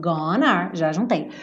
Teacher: Mas o E não é pronunciado, então o som que termina gone é N, é consoante.